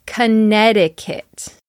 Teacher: That T in the center becomes a D.